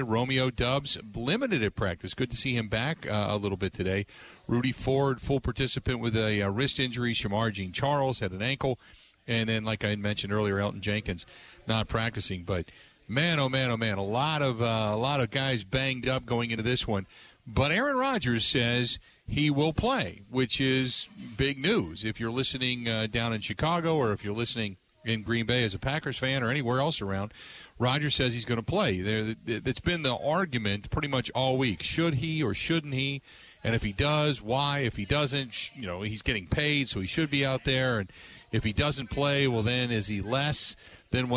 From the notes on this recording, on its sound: Live at Kelly's Bleachers.